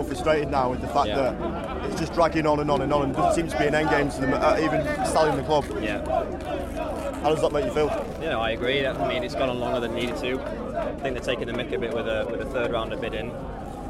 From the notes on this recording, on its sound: We join the protests outside Old Trafford and speak to United fans from all over.